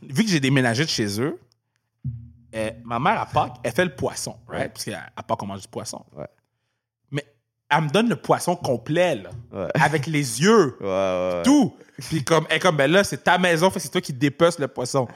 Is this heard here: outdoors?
no